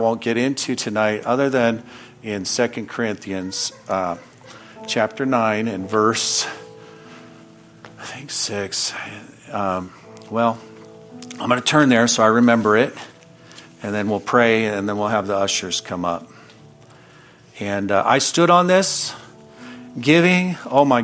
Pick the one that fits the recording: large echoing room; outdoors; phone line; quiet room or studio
large echoing room